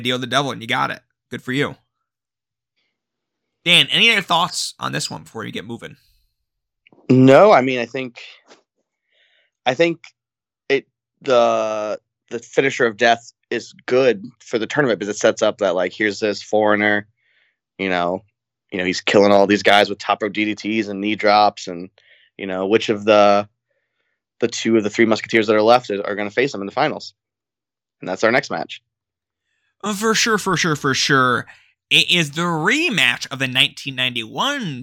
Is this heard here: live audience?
no